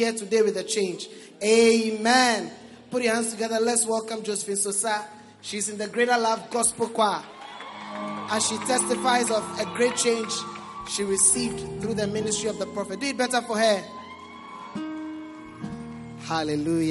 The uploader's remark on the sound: Preached at the Prophetic Ecounter Service.